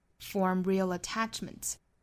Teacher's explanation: real 这个舌侧音后面有元音了，所以它要发清楚了，从 dark L, all 发成了 light L